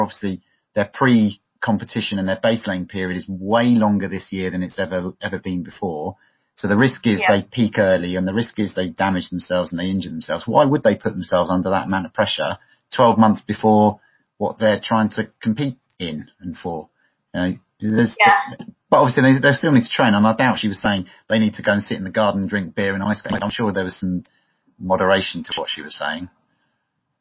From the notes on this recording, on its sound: On Zoom and recorded it.